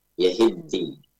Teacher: Asalnya yahtadi, asalnya itu yahtadi, yahtadi. Taknya diidghamkan kepada dal, sehingga dalnya menjadi tasdid.